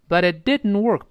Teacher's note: But it 跟后面的 it 连读到了一块儿，发生一个连读。But it, but it, but it, it 后面那个 t 当然失去爆破了。